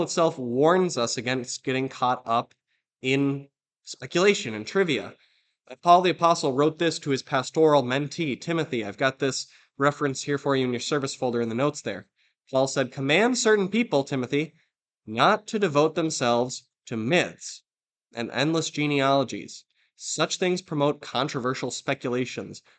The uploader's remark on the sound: This Sunday sermon, based on Luke 24:13-35, was preached at Grace of God Lutheran on April 23, 2023.